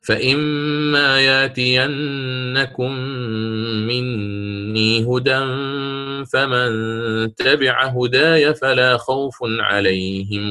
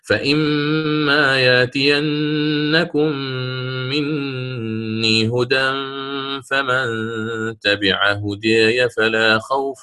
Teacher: قرأت على الفتح في هداي وبالتقليل